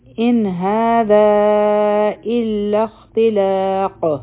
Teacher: مد دی دا به څلور حرکه راکاږو او دلته کې به مونږ په قاف باندې قلقلا کوو ځکه چې په دې به سکون ولګېد او درېدو په وجه